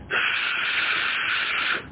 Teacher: صوت الهواء عمال يطلع من حول لسانك وبين سنانك · Term: حروف الهمس